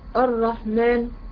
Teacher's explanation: النون بتاعت الرحمن ما خدتش زمن لان هي حرف واحد